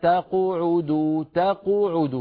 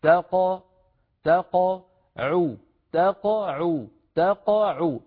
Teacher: تقعدوا تقعدوا، فيضم شفتيه مبكرا بدءا من القاف، وهذا لا يصح. القاف ليست مضمومة، القاف ساكنة مقلقلة · Shown in: second take · هكذا تاق تاقعوا تاقعوا تاقعوا، فالضم يكون للعين فقط ولا